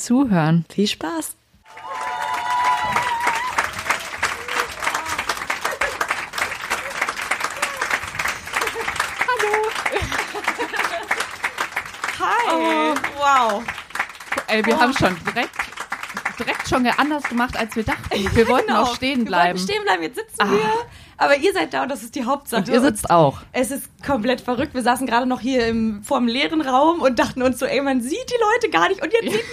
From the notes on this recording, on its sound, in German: unserer ersten Podcast-LIVE-Folge